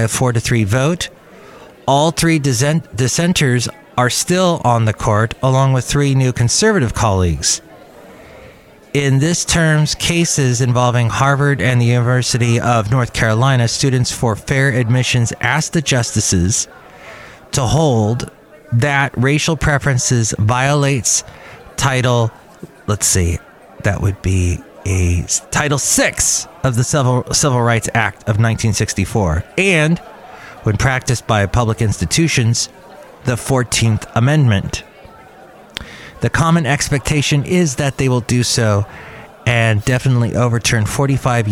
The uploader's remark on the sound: podcasts live from Cafe Anyway